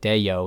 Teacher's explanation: if you were just to speak it in an American accent, it kind of sounds like deyo, and you're putting a little Y sound in it, right? But if you were to speak it properly, it sounds like a deo, and it goes from e to o with no y in the middle, which anglicizes it or Americanizes it, really.